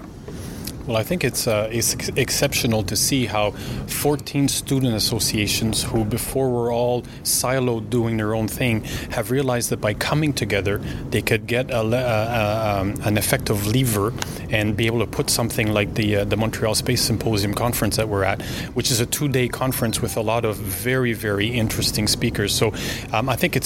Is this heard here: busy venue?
yes